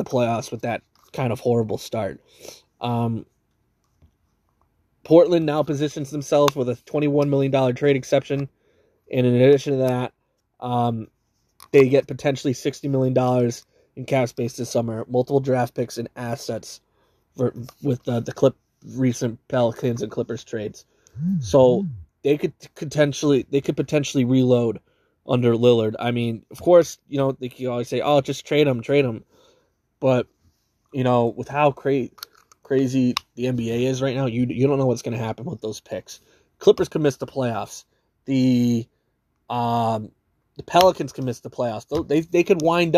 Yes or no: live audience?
no